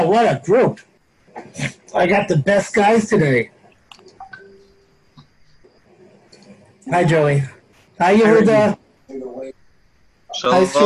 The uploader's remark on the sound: Live on Zoom 7-19-2020.